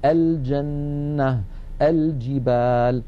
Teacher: وعادة العرب حتى في كلامنا العادي لا نخطئ بين اللام الشمسية والقمرية، إلا في بعض مناطق بلاد الشام يعني يجعلون اللام عند الجيم شمسية، فيقولون الجنة مثلا، الجنة، الجبال، هذا لا يصح، لابد من بيان اللام، فنقول الجنة، الجبال. · Term: لام التعريف